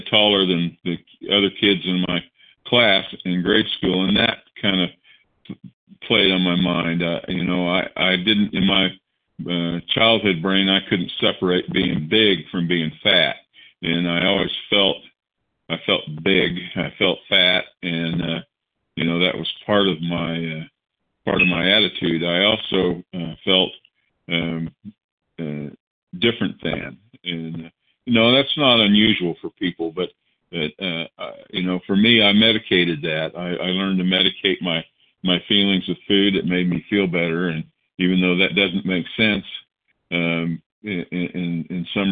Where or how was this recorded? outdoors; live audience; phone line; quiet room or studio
phone line